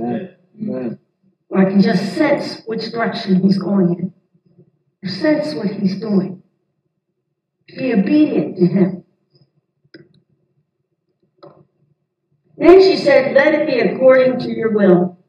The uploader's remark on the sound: This audio is incomplete, and does not have good sound quality, due to a power outage at The Barn during the Sunday service.